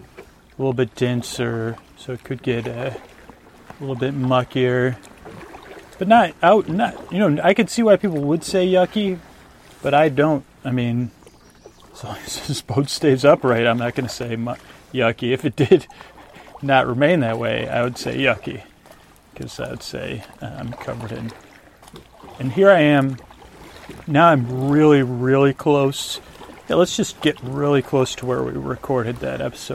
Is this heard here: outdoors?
yes